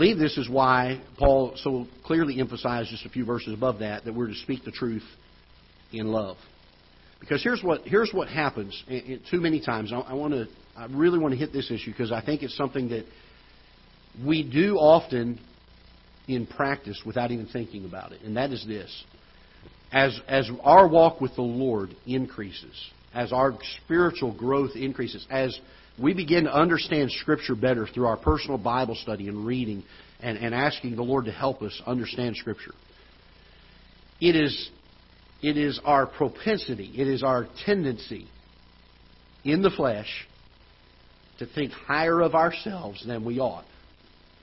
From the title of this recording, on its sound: Ketha Heights Baptist Church ~ Live Broadcast